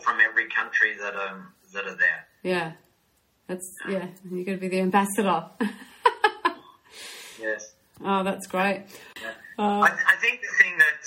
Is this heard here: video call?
yes